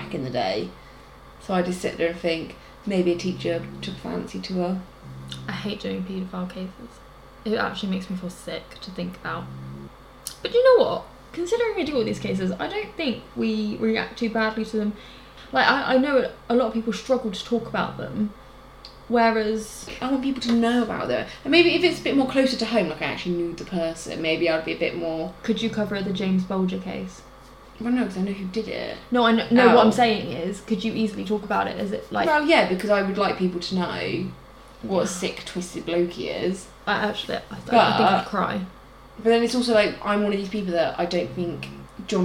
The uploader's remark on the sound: Sorry about the background noise in this week's episode, we had 2 very loud snorers in the room with us (our cheeky lil Frenchies).